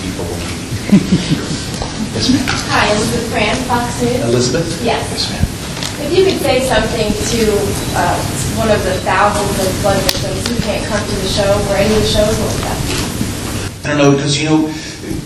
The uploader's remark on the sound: Press Conference Interview – Nashville, TN – Bridgestone Arena. Joined the Nashville, TN media along with the other media who traveled.